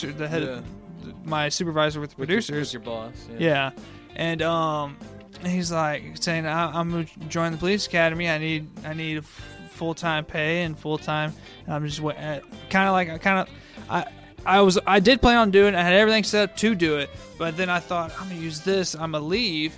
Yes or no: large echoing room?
no